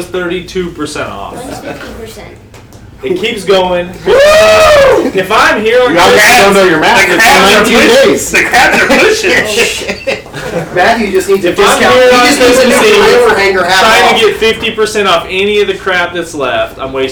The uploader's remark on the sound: Live from Snyder Cycles. Record live for the last time from Snyder Cycles in Tucker.